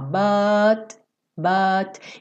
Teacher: E eu posso ter mais ou menos de t, t, t até não ter nada · Term: consoante oclusiva